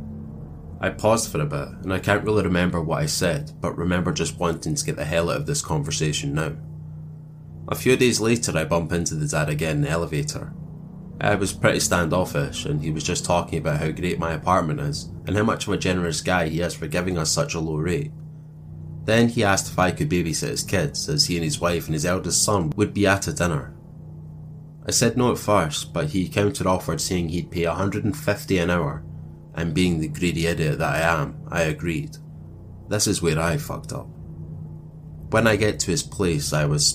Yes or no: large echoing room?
no